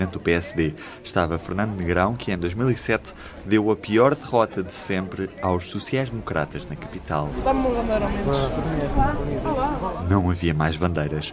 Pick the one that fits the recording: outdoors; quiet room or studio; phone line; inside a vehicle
outdoors